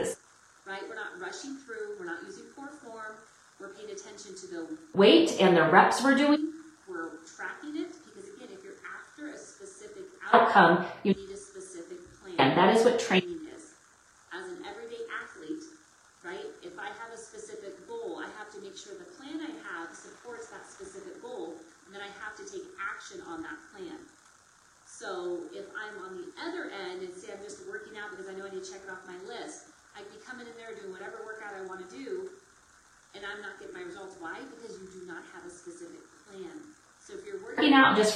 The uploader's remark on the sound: I APOLOGIZE AS THE AUDIO QUALITY IS NOT WHAT I WOULD NORMALLY PUT OUT